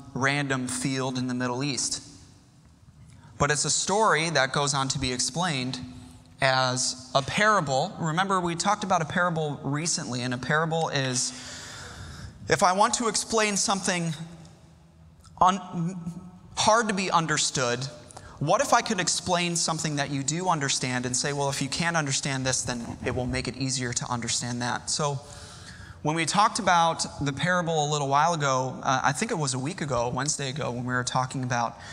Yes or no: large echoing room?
yes